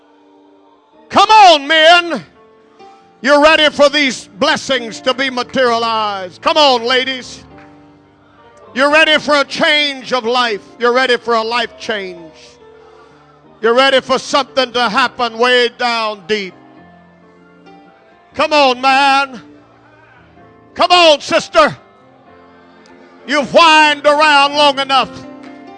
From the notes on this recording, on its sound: at Jeanerette Bible Conference, Calvary Pentecostal Church, Jeanerette, LA